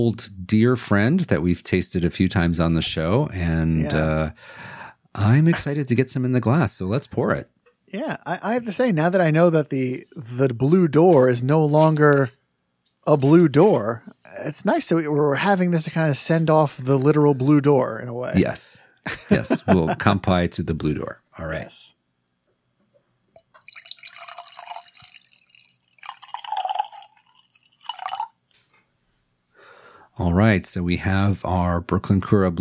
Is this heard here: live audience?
no